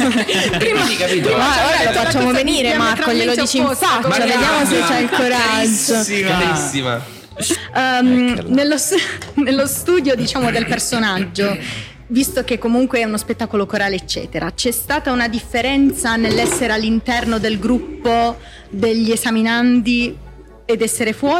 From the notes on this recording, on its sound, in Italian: Primo episodio speciale di prefestival in diretta dal Foyer del Teatro Kismet di Bari.